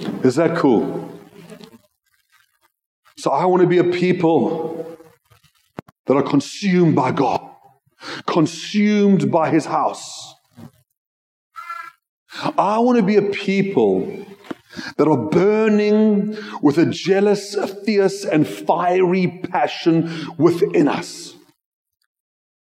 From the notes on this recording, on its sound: Joshua Generation Church Milnerton congregation.